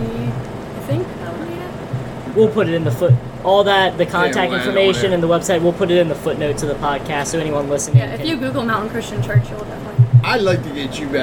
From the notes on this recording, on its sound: spoke with different Artists at the first Joppatowne Arts Festival - Part 2